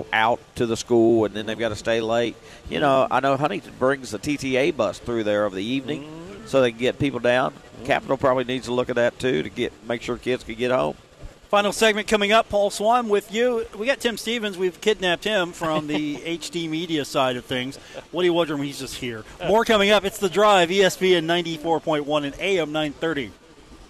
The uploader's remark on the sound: broadcasts live from Pullman Square in Huntington